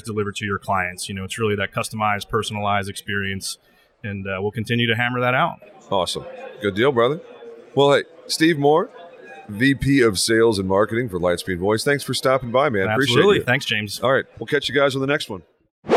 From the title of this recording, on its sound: Live from the Better Conference